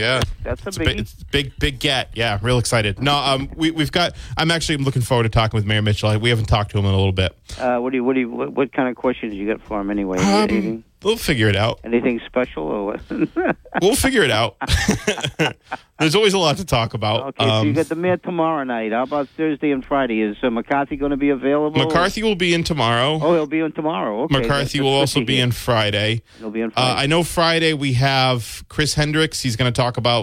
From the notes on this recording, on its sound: Callers from the audience give their opinion on the standoff at the Bristol County Jail.